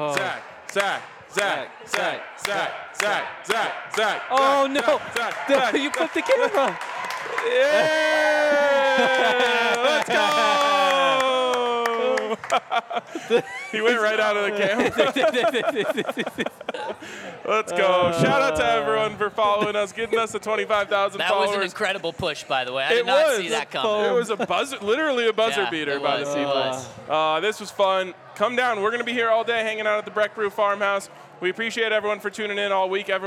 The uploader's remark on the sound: coming to you LIVE from the Breckinridge Brewery Farmhouse